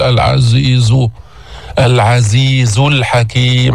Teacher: نبهنا مرارا وتكرارا أن الزاي ليس فيها استعلاء، ما ترفع اللسان عند الزاي، ما تقول العزيز، العزيز الحكيم، حرف مستفل مجهور، نعم فيه صفير، نعم بس هو مستفل منفتح، ما في إطباق، ما في استعلاء